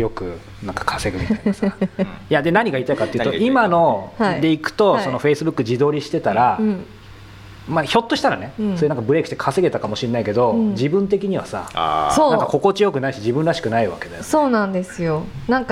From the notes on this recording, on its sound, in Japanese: 初の公開収録。